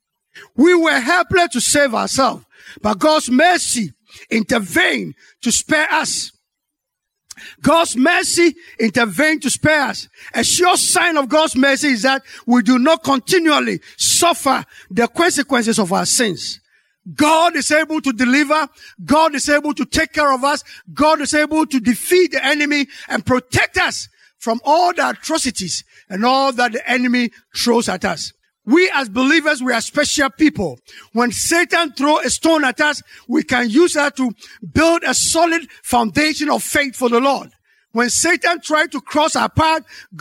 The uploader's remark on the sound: Sermon preached at Calvary Baptist Church